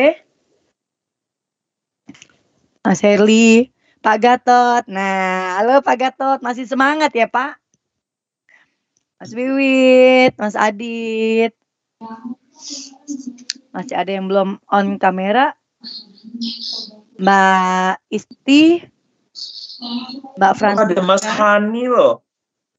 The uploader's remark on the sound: Audio : WEBINAR